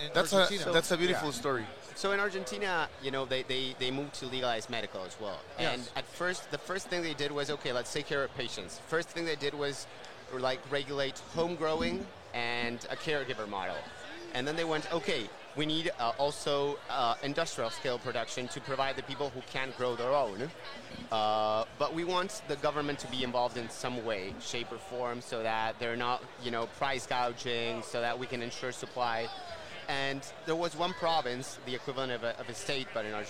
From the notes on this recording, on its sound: LIVE at MJ Biz Con 2022